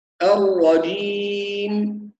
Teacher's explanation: طبعا الجيم بعض الناس ينطقها جي أو جيم أو يقول جي فيها حرف الدال، وهذه كلها أخطاء، فالجيم تخرج من وسط اللسان مع الحنك الأعلى